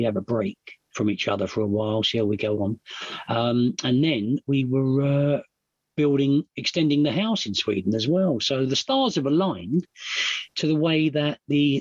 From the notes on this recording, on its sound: at the Magical Mystery Tour zoom meeting in December of 2022